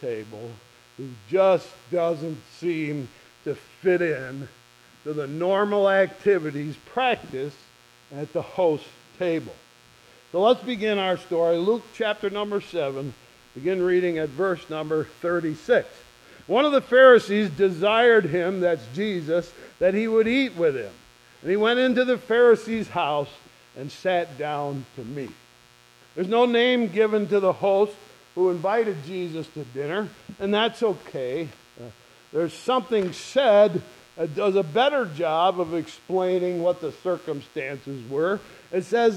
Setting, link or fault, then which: setting, large echoing room